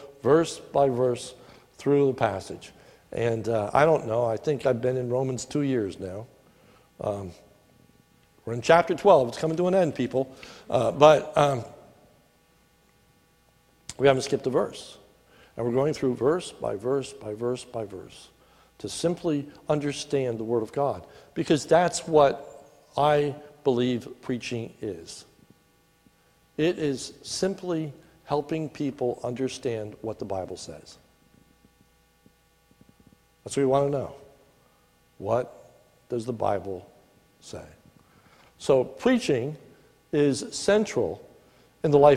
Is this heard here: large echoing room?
yes